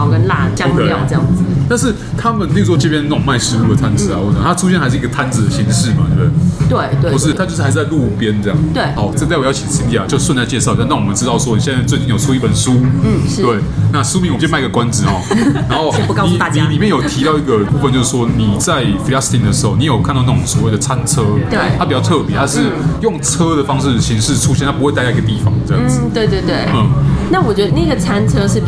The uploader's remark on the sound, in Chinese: 本集白噪音指數：北風級 4/5。在台北深冬的晚間，一間提供東地中海料理的、背景音樂放得震天響的餐廳內。錄音地點： V&O Bar Kitchen。